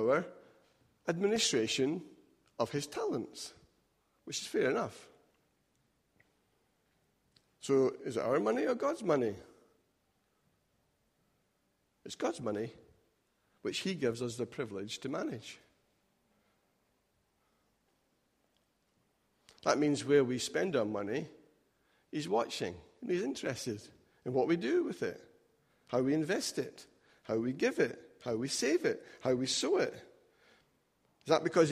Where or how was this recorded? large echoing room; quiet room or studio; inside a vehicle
large echoing room